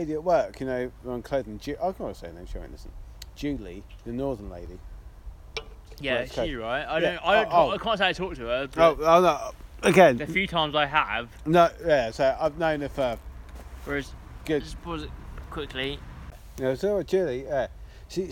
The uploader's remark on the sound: This week, we’re back outside on a nice warmish March evening.